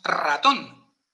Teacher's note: cuando una palabra empieza por R, aunque tenga una sola R, la hace fuerte · Term: R fuerte